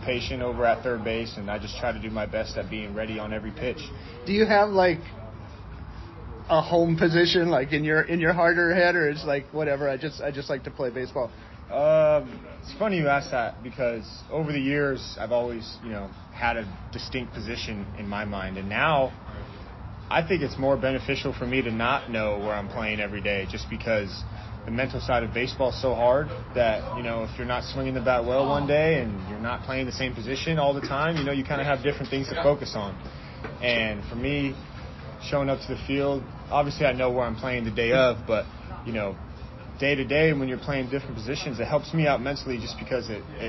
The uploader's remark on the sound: interviews from The Diamond in Richmond (which means a little more noise in the dugout, BP music on the loud speakers